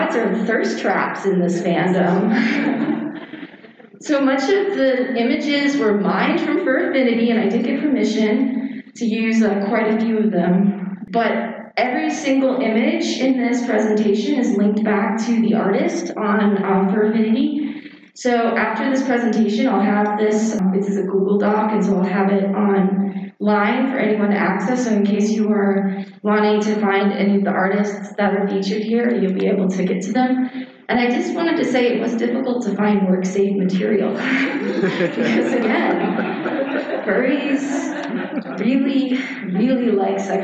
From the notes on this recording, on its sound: Share a recording from a presentation on Furry and the Occult at Biggest Little Fur Con, in Reno Nevada this past October. We have included audio from the discussion part.